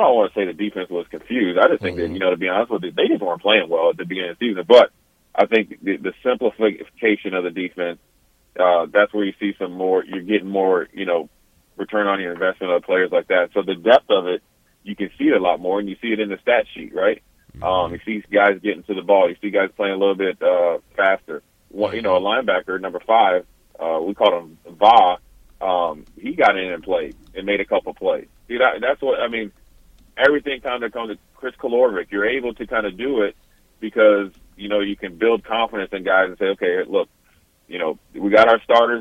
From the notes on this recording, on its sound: joins over the phone